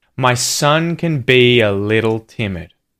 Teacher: the words son and timid are the words that are stressed, and there's a link between be-ya.